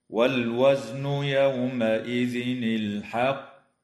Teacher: اللام في كلمة والوزن وفي كلمة الحق تسمى لام أل، وحكمها الإظهار القمري، ويجوز الوقف على كلمة الحق من قبيل الوقف الحسن مع مراعاة قلقلة القاف مشددة